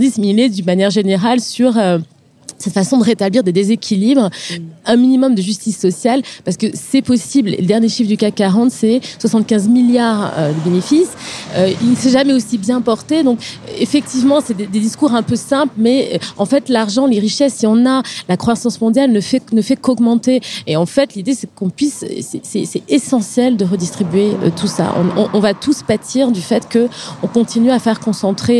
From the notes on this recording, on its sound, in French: Dans cet épisode bonus enregistré le 22 avril 2017 lors de la journée “Fashion Revolution”. Installées au bord du Canal Saint-Martin.